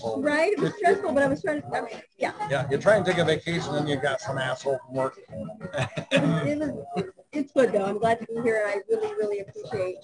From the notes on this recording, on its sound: Well, we had quite a weekend in Chicago and the stars came out for our show at the end of it. I apologize for the poor audio as the hotel WiFi wasn't the best. MANY, MANY folks came by to chat.